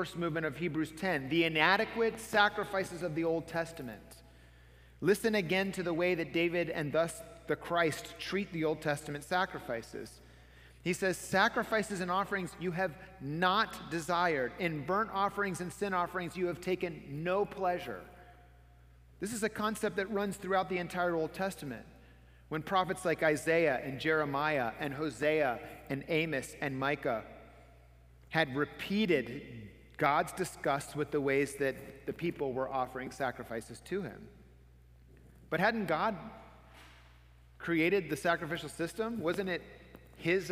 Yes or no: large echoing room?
yes